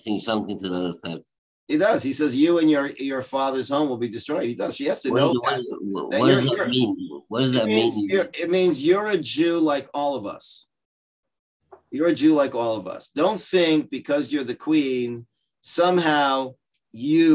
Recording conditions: video call